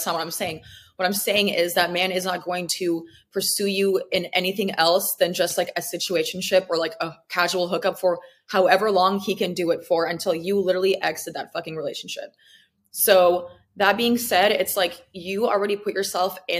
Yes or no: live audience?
no